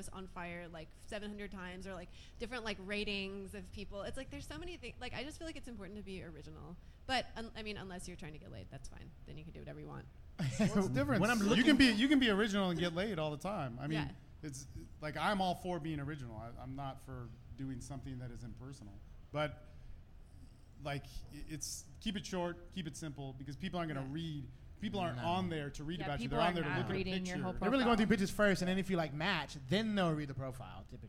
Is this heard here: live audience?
yes